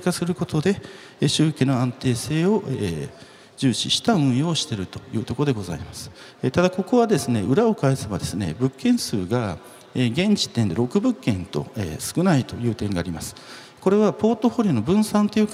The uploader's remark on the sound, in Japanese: 2月24日に東京証券取引所で開催した「J-REITファン2018」に登壇した。